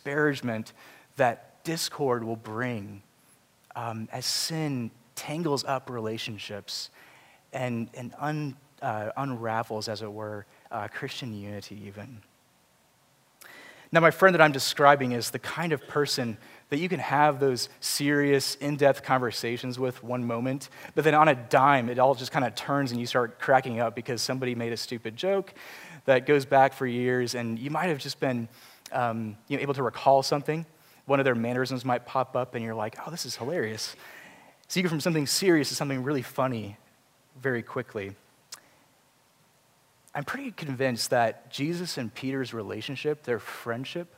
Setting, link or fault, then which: setting, large echoing room